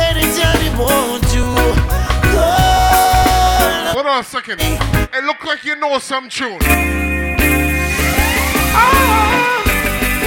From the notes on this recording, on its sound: PDT - CALGARY - LIVE AUDIO (DIRTY). PDT NIGHT CLUB IN CALGARY ALBERTA.